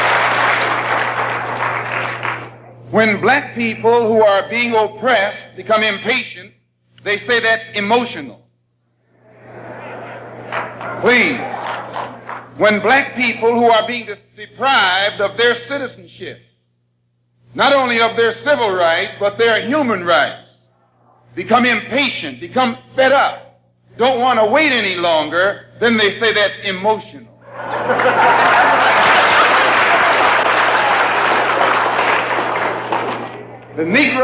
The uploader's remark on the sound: Memorial Service April 28 1962